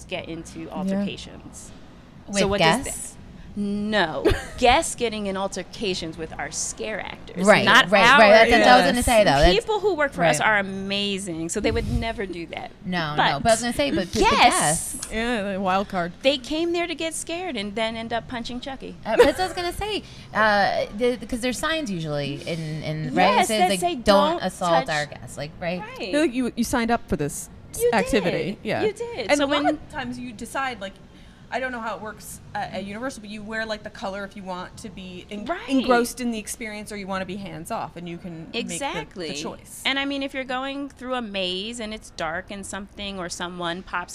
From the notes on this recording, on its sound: Live from ClaimsXChange.